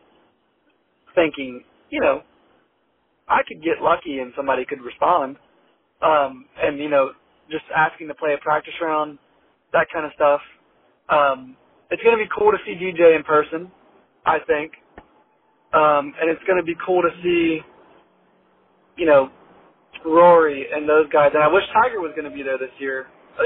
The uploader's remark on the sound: while he was driving to Kiawah